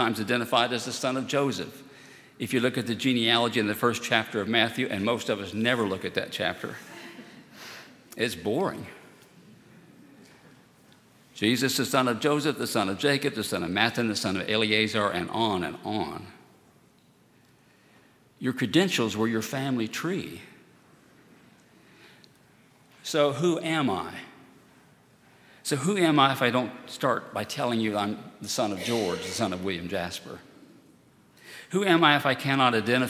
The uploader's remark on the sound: At Highland Baptist Church.